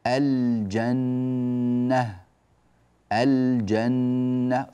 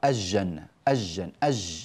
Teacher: الجيم من الحروف التي تظهر عندها اللام · Shown in: first take